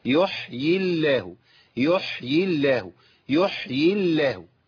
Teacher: لام اسم الجلاله مرققه، ليه؟ لان قبلها كسر.